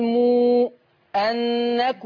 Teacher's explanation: لما تيجي ميم وراها همزة نقول مو أنكم، ونعد ستة برضو